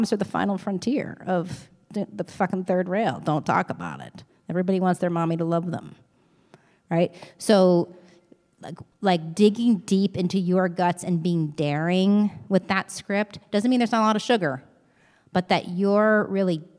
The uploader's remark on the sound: LIVE Q&A From The SLO Film Festival